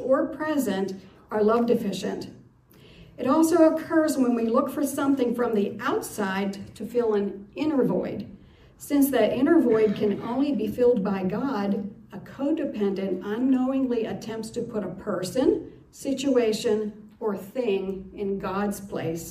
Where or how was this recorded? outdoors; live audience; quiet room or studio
live audience